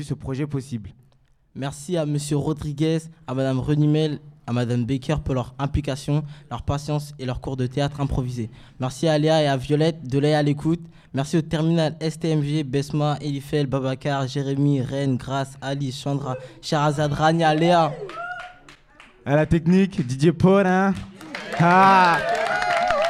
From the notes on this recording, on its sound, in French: Enregistrée, en public à la médiathèque Abdelmalek Sayad, au Musée National de l’Histoire de l’Immigration, le 21 mars 2017, à l'occasion du Grand Festival, une semaine d’éducation et d’actions contre le racisme et l’antisémitisme. Des micro trottoirs et un reportage dans l'exposition permanente du Musée.